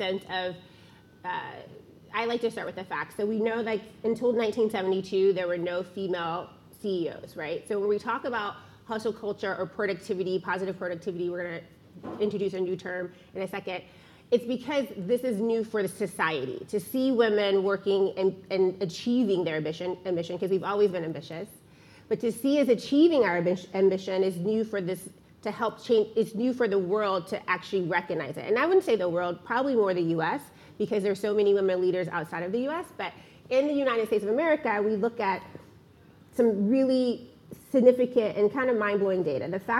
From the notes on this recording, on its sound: In this LIVE podcast recording, the audience listens